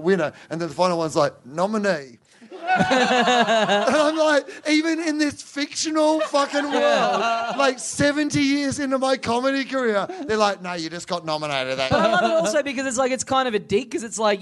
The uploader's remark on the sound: Live at The Producers Bar in Adelaide on March 15, 2015.